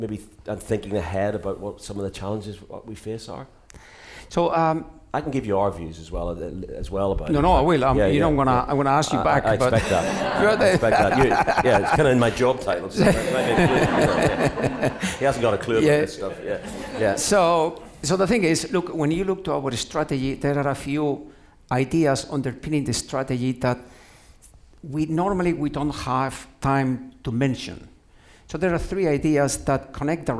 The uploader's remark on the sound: Joined by a live studio audience for the first time, at the People Leadership Summit 2022.